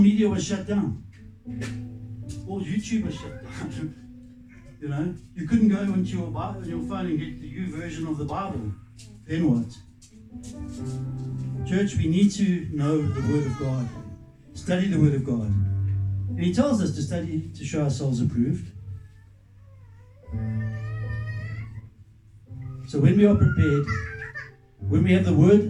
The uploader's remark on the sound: Recorded live at Love Beyond Church.